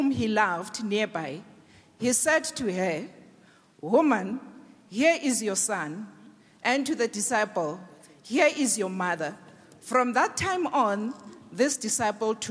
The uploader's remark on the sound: preached by our Grace Bible Church Pastors at the Good Friday Celebration 2022, hosted at Grace Bible Church Pimville